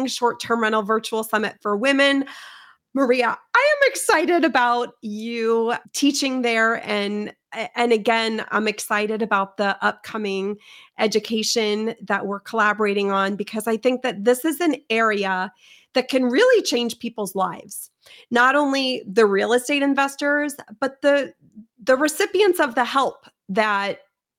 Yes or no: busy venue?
no